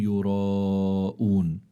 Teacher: الراء مفتوحة فإذا هي مفخمة، وعنا هون مد يقال له مد متصل وحكمه أنه واجب، فإذا متصل لاتصال المد بحرف الهمزة، يعني في كلمة واحدة، فعندي حرف المد أتى بعده همزة في كلمة واحدة هذا اسمه مد واجب أو مد متصل.